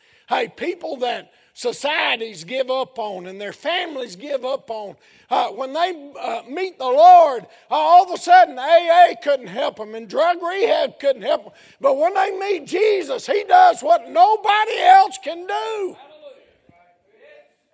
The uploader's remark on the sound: A sermon preached Sunday Evening of our 3rd Annual Missions Campmeeting